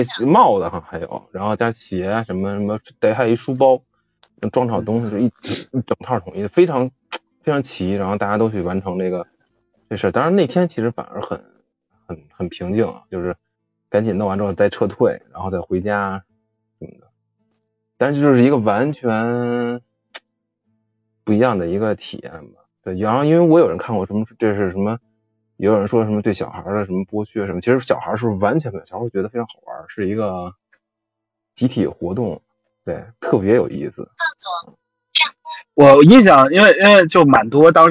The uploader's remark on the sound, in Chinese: 录音环境不佳，还请见谅